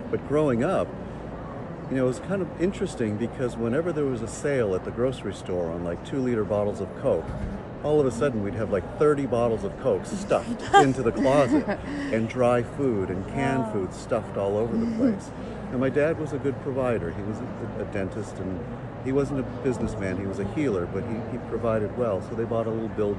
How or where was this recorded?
busy venue